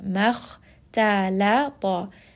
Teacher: Ta is going to be heavy. So make sure you make that switch from heavy to light, light, and then heavy again. · kha is going to be heavy. Ta and lam are light.